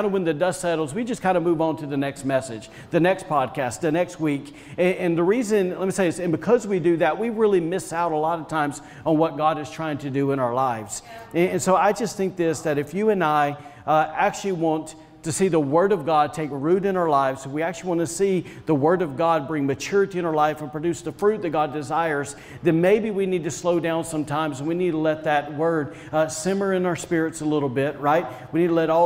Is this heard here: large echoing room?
yes